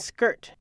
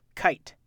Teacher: an Aleutic K is softer and less explosive than an English K. · Shown in: first take · It sounds more like the K in skirt than the hard K at the beginning of kite.